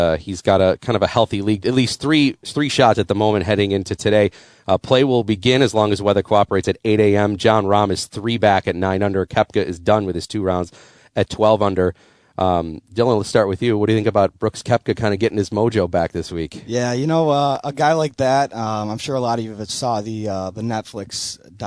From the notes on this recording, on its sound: Tee 2 Green live from Pendleton Creek CC on Masters Week.